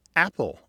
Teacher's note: The beginning of the word apple, for many people, is a glottal stop.